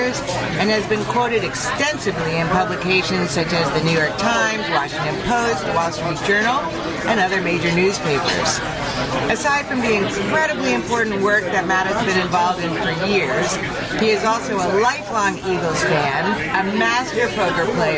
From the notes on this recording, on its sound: at the Capital Grille restaurant